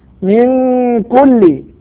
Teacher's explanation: إخفاء لوقوع الكاف بعد النون الساكنة